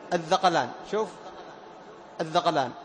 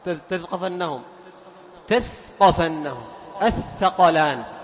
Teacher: الثاء إذا لم تهمس تقرب من الذال · Shown in: first take